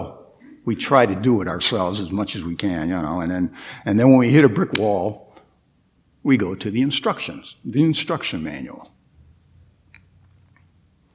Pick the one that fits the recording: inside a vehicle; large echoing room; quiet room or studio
large echoing room